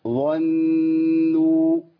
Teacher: بعد الظاء على طول أخلص النون المرققة بابتسامة